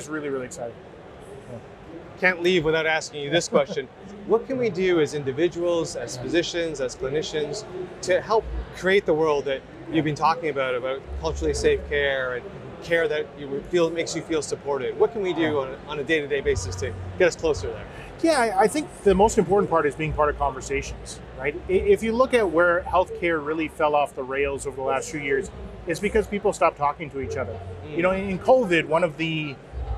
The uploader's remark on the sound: at the 2023 Collision Conference held in Toronto